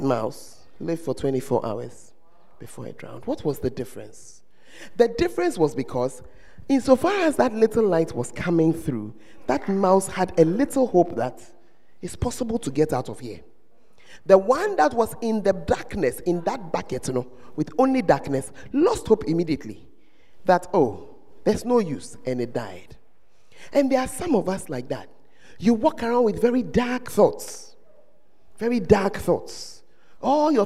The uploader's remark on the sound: Preached at First Love Center, Ayeduase